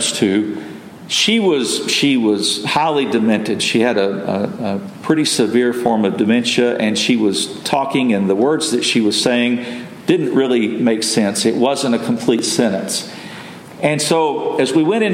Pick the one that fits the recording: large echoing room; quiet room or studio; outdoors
large echoing room